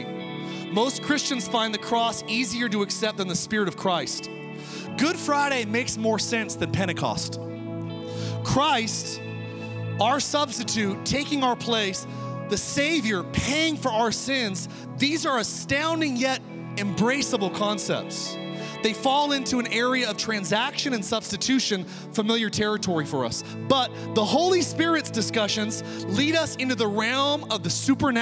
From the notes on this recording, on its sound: Oceans Church. Recorded from our 11am in person service in Meridian, Idaho.